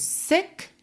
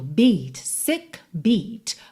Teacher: Sick é um som seco, sick. Beat já é compridinho, recheadinho.